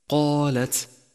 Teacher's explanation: فالقاف مفخمة بأعلى مراتب التفخيم لأنها مفتوحة وبعدها ألف، والألف التي بعدها تتبعها في التفخيم، واللام بعدها مرققة، والتاء بعدها مرققة مهموسة، وهكذا كل حرف في كتاب الله له صفاته التي توضح نطقه، فتدبر ذلك واقرأ بشكل صحيح.